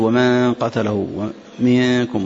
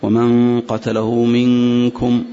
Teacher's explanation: النون مع القاف والنون مع الكاف هذه قريبة من الإظهار · Shown in: second take · Term: نطق الإخفاء